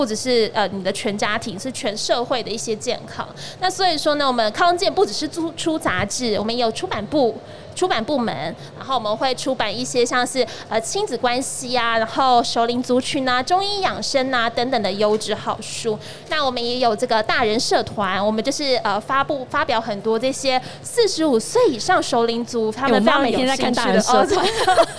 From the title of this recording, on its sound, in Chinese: 2022 Medical Taiwan台灣國際醫療暨健康照護展 -Live Podcast